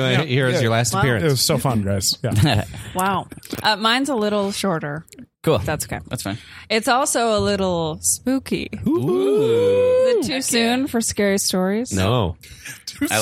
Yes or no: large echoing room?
no